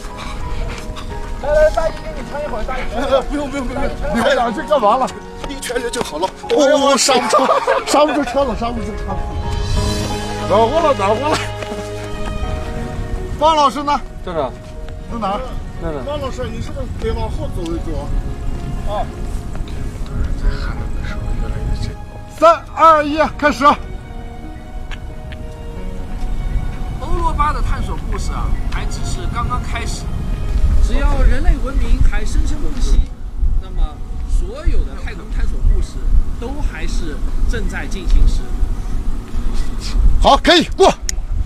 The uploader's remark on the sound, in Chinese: 视频版外景拍摄归来。我去甘肃拍《太阳系新知》的外景前后一共是 6 天。先给大家听一段来自拍摄现场的实况录像的声音，为了拍一场沙漠日出的戏，我们凌晨 4 点出发，赶到沙漠凌晨 5 点。下面是现场实况录音剪辑。我们凌晨 12 点前要赶到海拔 2340 米的永泰古城，我们来听一点当时的现场录音。